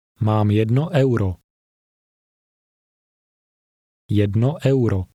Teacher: In the EU combination which begins the third word, each letter will be pronounced separately.